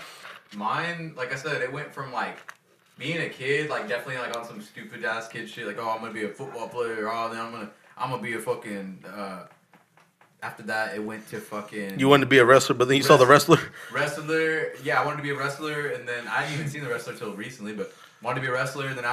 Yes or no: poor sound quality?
yes